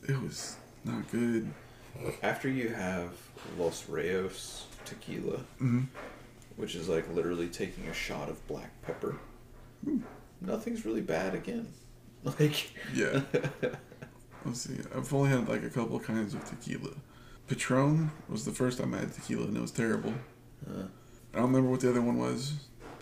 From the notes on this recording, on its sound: We experimented with what a dryer would sound like in the background.